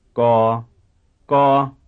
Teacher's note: The first member of each pair is pronounced with low pitch contour, whereas the second member is pronounced with mid pitch contour.